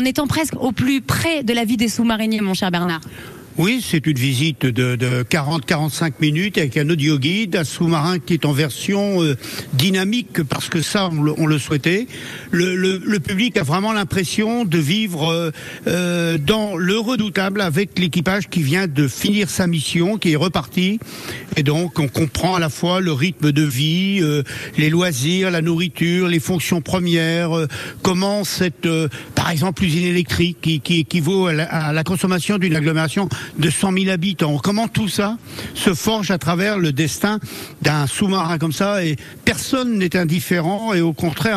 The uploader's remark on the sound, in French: en direct de la Cité de la Mer